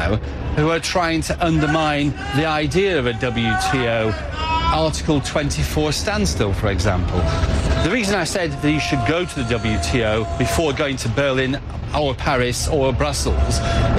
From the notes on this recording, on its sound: live from the New York Stock Exchange